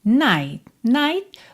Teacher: Night, night, você quase não escuta o T, né?